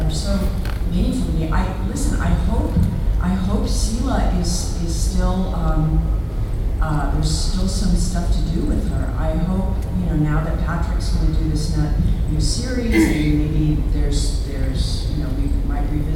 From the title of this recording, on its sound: Panel Gulf Coast Fan Fest 2018